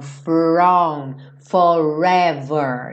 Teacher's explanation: R é com a língua enrolada, então from, forever, né?